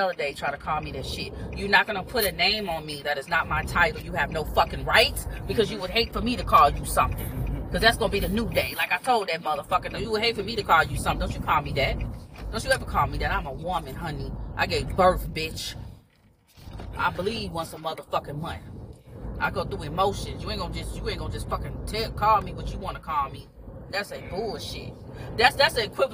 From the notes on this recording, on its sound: My son and I are having a conversation in the car.